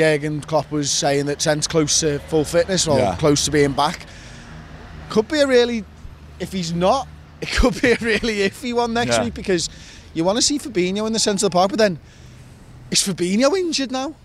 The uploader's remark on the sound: The lads are outside Anfield with their immediate thoughts